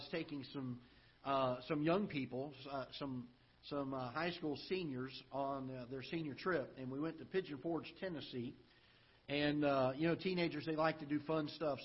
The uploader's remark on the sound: Ketha Heights Baptist Church ~ Live Broadcast